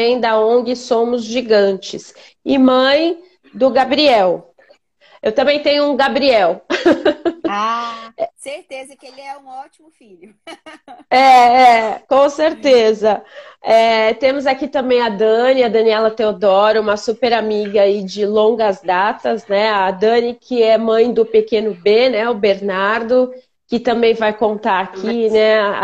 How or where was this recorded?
video call